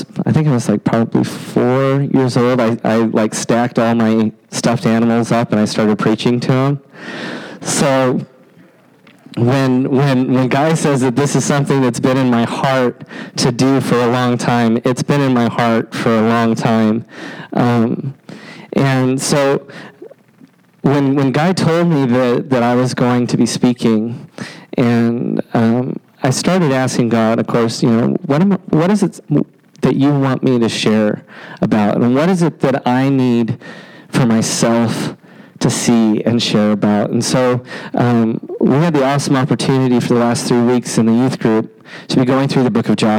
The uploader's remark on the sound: Every week we will share the gospel preached at our church on Sunday.